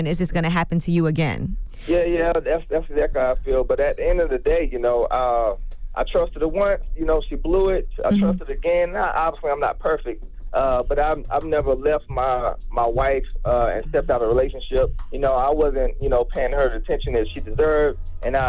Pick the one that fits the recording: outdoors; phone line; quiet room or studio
phone line